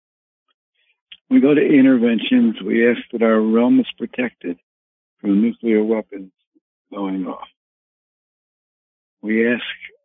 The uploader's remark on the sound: Conference Call LIVE.